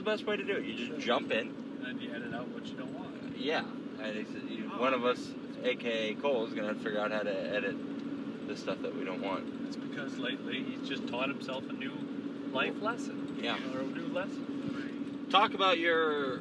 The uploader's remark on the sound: One single iPhone recording a conversation on the way home from the Iowa State Fair.